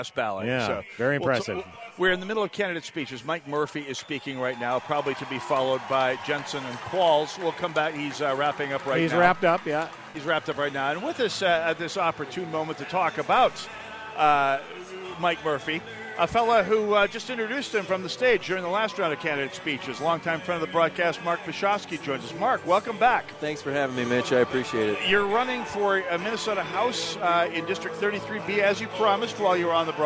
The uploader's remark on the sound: Live From The GOP Convention